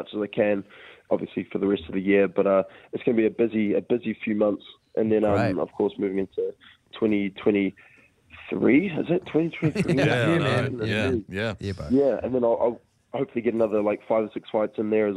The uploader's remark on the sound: on the phone